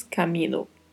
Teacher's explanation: A única particularidade de pronúncia aqui é a letra A, que é mais aberta. Pronunciamos camino.